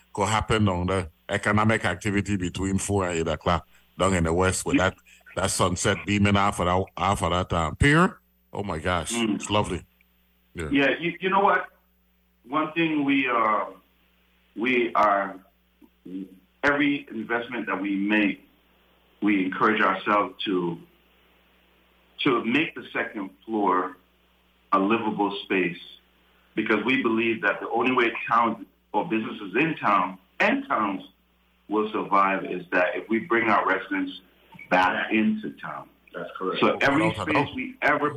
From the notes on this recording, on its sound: Broadcasting from St Thomas. Speaks on the phone. From The Lofts at Company Street.